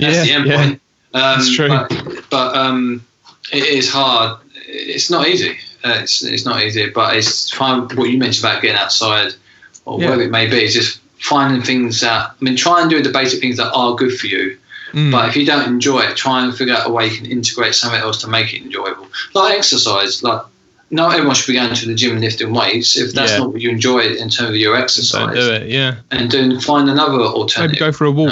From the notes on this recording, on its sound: This episode was recorded over Skype due to the coronavirus lockdown safety measures.